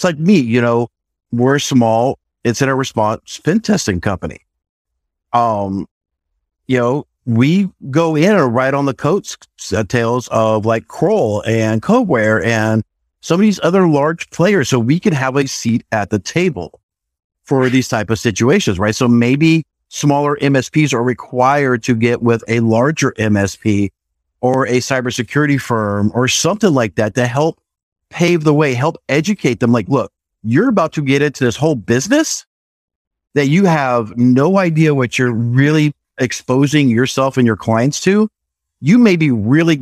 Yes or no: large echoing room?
no